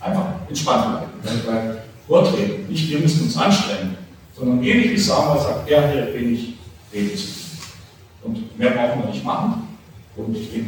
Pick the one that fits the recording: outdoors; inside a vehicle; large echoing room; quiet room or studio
large echoing room